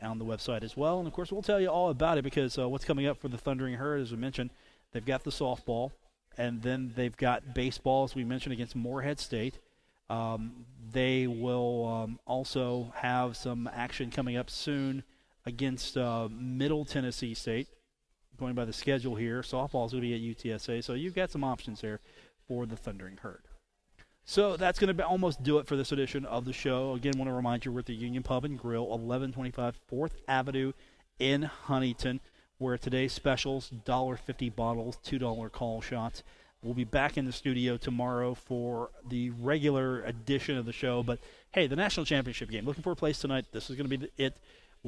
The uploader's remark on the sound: Takes the show on the road at Union Pub & Grill in Huntington. On the phone.